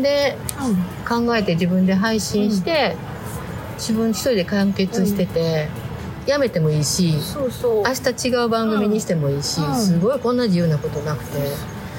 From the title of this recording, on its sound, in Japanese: 下北沢ポットキャスターによるマーケットイベントpodcast weekendにて収録